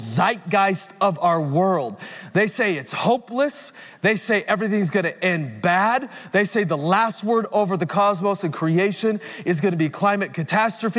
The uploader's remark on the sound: Recorded Live at Capital Church Meridian, Idaho